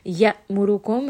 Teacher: Ya'murukum, Hamza, again, it's going to have shidda. So make sure you do give it a little bit of a jerking sound and abruptly stop the sound in the throat